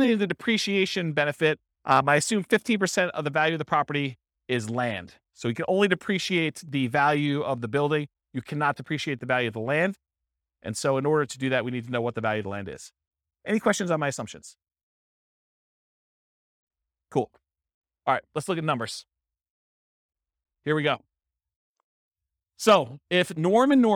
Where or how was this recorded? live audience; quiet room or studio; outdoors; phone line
live audience